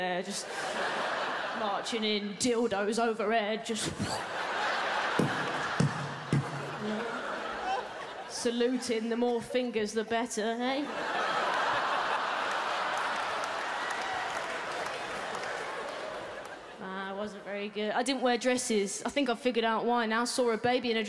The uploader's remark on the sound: 2019 Melbourne Comedy Festival Opening Night Comedy Allstars Supershow. At The Palais Theatre.